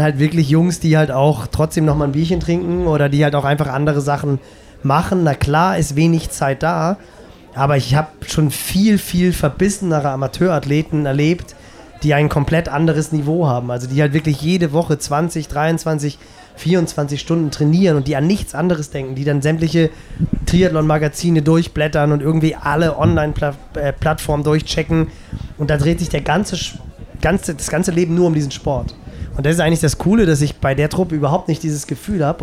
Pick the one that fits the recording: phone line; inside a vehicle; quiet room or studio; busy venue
busy venue